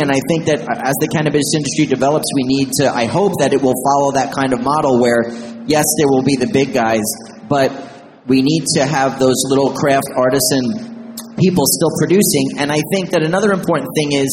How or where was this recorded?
live audience